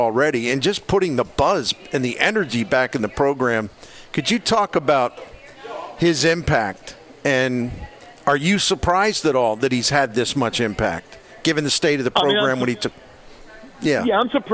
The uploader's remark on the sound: broadcasts live from Friendly's Sports Bar and Grill at 3971 Bayless Ave.